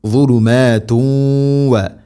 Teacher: തൻവീനിനെ വ എന്ന അക്ഷരത്തിലേക്ക് കൂട്ടിലയിപ്പിച്ച് മണിച്ചുകൊണ്ട് ഉച്ചരിക്കണം. · Term: ഇദ്ഗാം ബിഗുന്ന